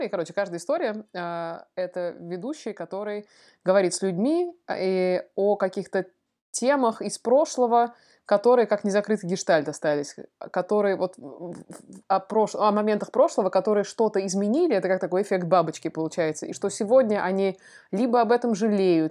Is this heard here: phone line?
no